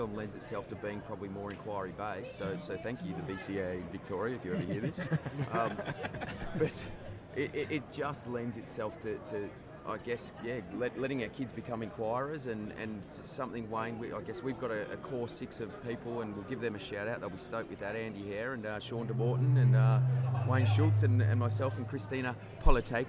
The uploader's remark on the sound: Live from SHAPE Nashville Day 2! SHAPENashville national convention.